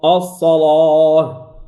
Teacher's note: الصاد مفتوحة واللام مفتوحة تفخم